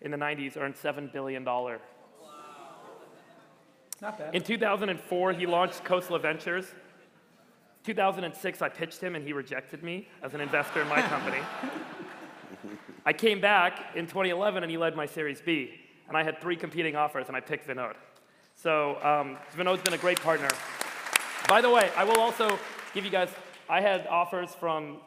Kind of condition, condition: setting, live audience